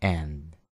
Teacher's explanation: al pronunciar la palabra and, lo hagas con un ligero sonido E en vez de una A